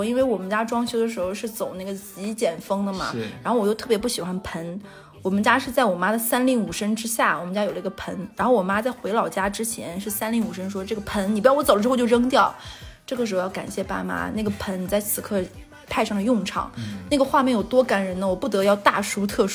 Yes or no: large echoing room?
no